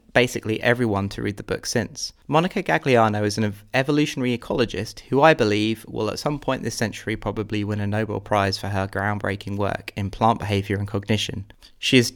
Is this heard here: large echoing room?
no